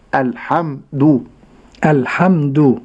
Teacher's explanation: ولها زمن وزمن الفتح، أقول حا حم دو، لا أقول الحم، فهذه الميم ميم ساكنة لا تتخلى عنها الغنة ولكن ليست مشددة